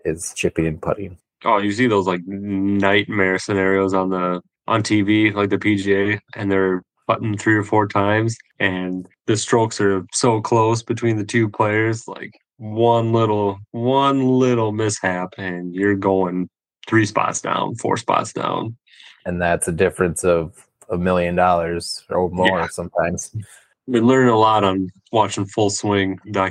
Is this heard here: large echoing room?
no